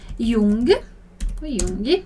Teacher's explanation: Importante aqui não colocar o izinho final